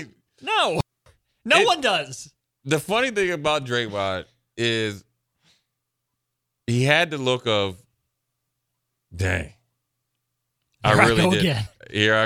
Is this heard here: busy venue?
no